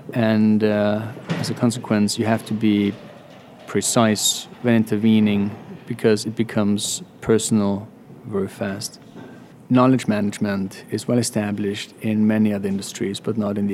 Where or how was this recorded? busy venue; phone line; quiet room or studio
busy venue